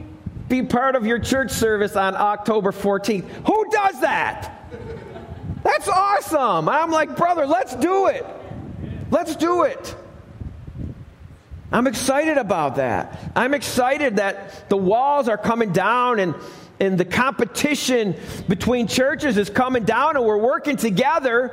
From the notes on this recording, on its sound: Alabama Full Gospel Fellowship. This message was recorded live at the Lighthouse.